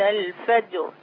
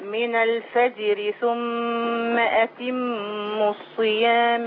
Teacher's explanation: راء الفجر مفخمة وقفا ومرققة وصلا. أحكام الراء العادية.